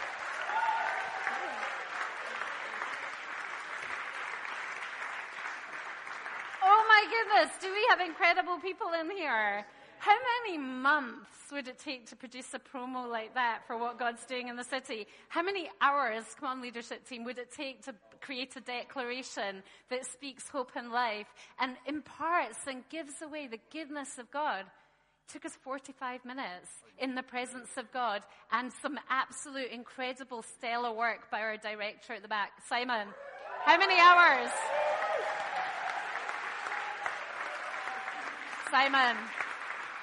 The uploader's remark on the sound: talk from the transform conference